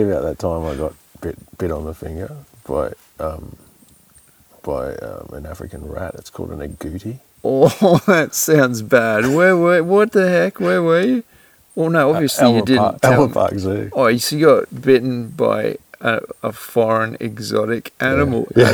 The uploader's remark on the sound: What better way to return from a 1 year hiatus than recording deep in a rainforest?